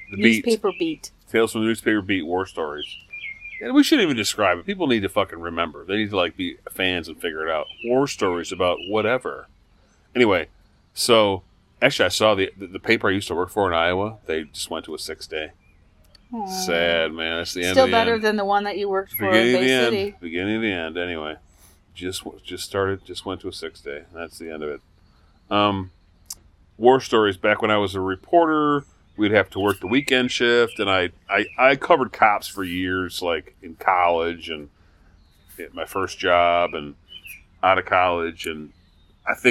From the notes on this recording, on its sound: Recorded live at the golf course (er, overlooking the golf course).